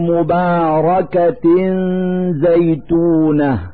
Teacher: في هذا المثال كسرتان تحت التاء من كلمة مباركة، نلفظ هاتين الكسرتين نونا ساكنة من مخرج الزاء من كلمة زيتونة، فنقول مباركة زيتونة مع إظهار الغنة التي هي دليل على وجود النون الساكنة.